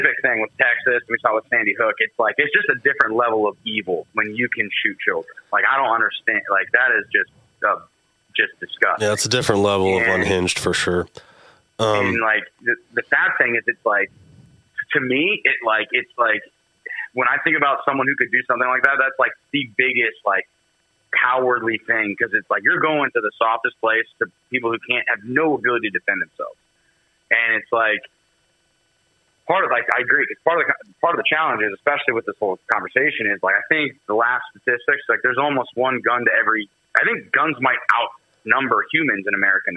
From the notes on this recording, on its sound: calling in from Mexico, so the overall audio sounds a little different in this episode